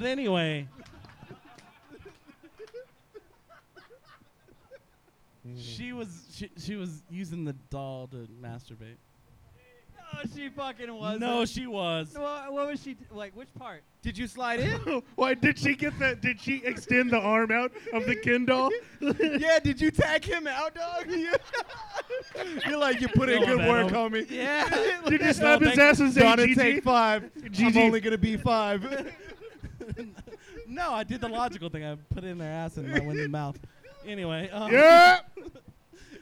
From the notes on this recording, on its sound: Live from 10 Sports Bar & Grill. In the third live episode.